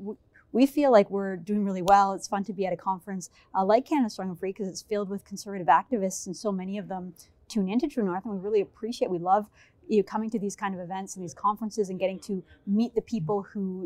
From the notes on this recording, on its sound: in-person at the Canada Strong and Free Conference in Ottawa